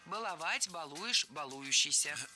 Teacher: В этом причастии, как и в глаголе, от которого оно образовано, ударение не ставим на корень